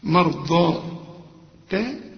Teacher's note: الضاد هنا مفخمة مع المد، لكن التاء هنا مرققة. مرضى تا أزواجك، أزواجك كلها مرققة.